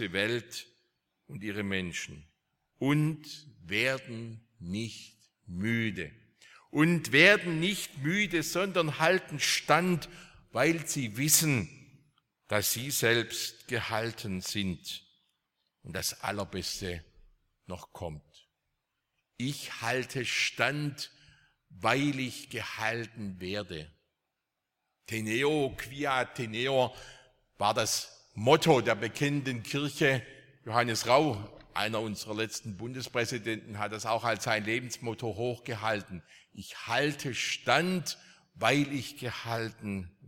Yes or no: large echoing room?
yes